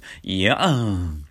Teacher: いやんは鼻に抜けるんですよ